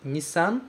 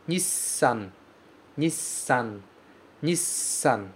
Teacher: Então, quando o tsu pequeno acontece antes de um som como esse, sa, si, si, si, so, a gente vai fazer o S mais demorado · Shown in: second take · Em vez de ser simplesmente Nissan, a gente vai falar Nissan.